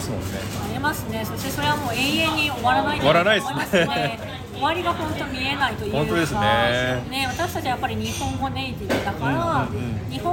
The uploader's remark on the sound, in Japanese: シドニーに来られていて、お忙しい中時間を作っていただき一緒にbreckyしてきました。カフェでの収録でしたので、周りの音がうるさい時があって聞きづらい部分があると思いますが、ご了承ください。